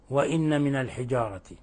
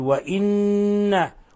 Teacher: ثم جاء بعدنا حرف غنة مشدد وهو لفظ وإن، وإن لاحظوا حرف غنة مشدد يغن مقدار حركتين، يعني بنضغط على النون ضغطا شديدا مقدار حركتين مع خروج غنة من الخيشوم · Shown in: second take · ولا نقرأها مخففة هكذا وإن من الحجارة، لا، بل نقول وإن ونلصق طرف اللسان في أصول الثنايا العليا حتى يتحقق الإضغام وتتحقق الغنة